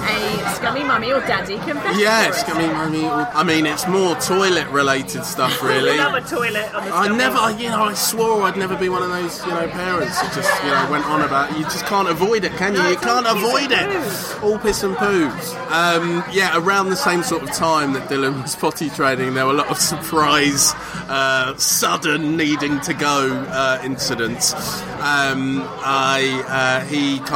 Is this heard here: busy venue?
yes